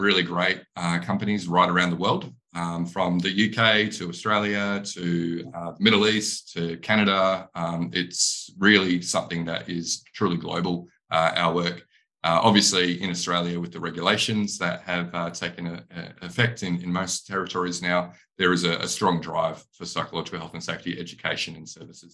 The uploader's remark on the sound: a recorded webinar